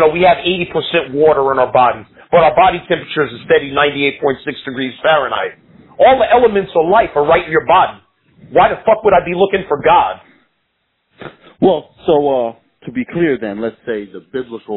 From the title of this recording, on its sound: On the phone